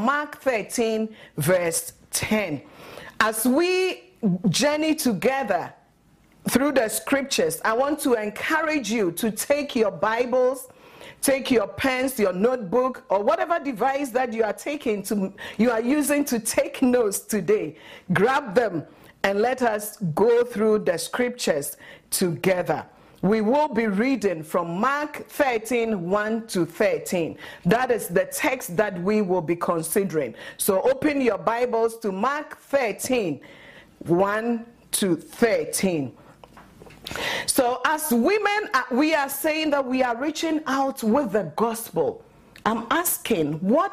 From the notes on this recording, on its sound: at Living Word Assembly of God Church